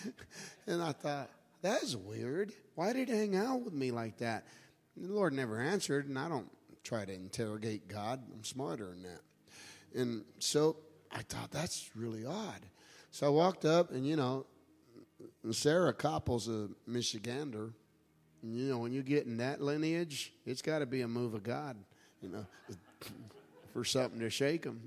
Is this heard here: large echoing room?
yes